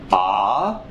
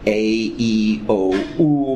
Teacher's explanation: You can kind of feel it in your mouth that the A starts way in the back. A-E-O-U. By the time you're at OO, your lips are out and you're You know, the sound is moving forward with each sound.